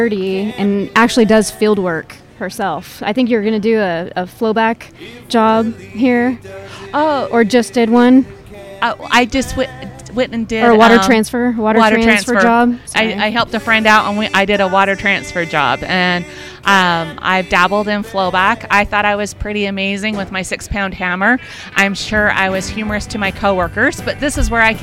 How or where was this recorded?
busy venue